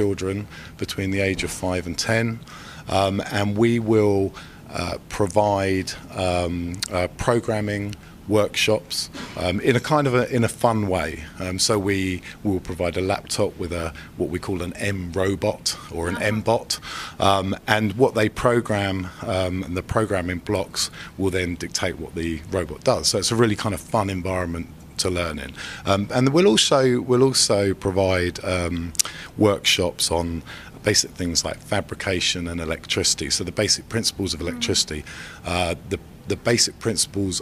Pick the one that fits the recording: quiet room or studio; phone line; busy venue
busy venue